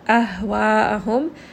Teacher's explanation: Ha is going to be from the lower throat, from the chest. And this is going to feel very deep. · It is going to have hems as well. So do make sure you give it a little bit of that like breathiness, that sigh coming from the lower chest. Make sure it's not going up into the middle throat and becoming very warm.